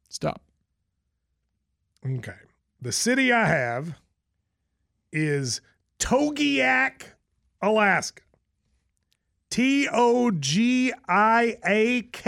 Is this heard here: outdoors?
no